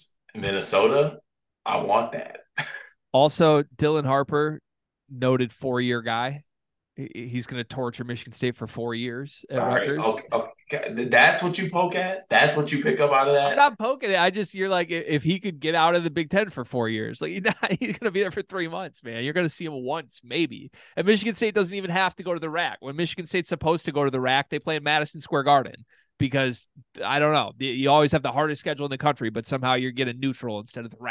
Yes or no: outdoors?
no